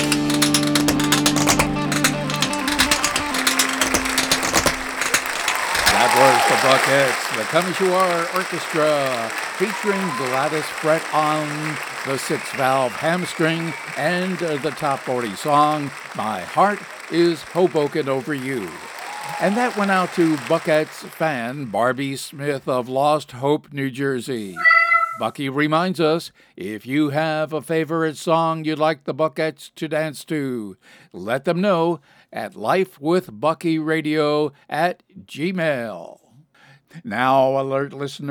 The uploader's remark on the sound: Live from the Stranded Theater in New York City.